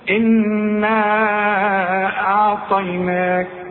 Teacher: ممكن بقى أقصد، ممكن أقول إنا أعطيناك، وممكن أقول إنا أعطيناك، لكن إحنا بنقرأ بمد المنفصل ده، بنمده أربع حركات